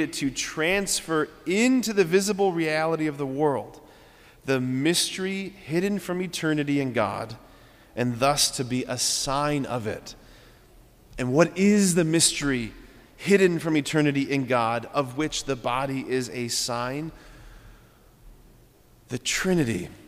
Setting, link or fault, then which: setting, large echoing room